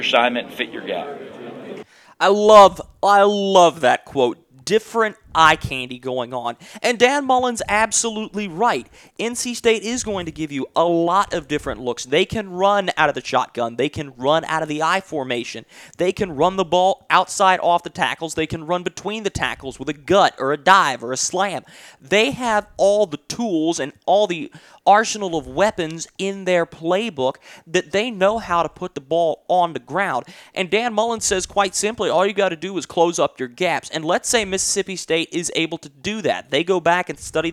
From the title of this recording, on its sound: Live From The 2015 Belk Bowl